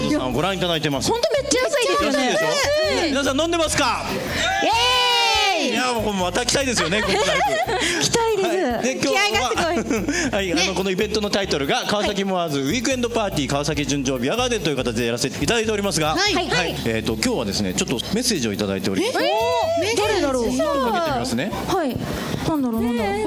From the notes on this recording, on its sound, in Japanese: 川崎モアーズ屋上ビヤガーデンをお借りしたライブイベントでの公開収録。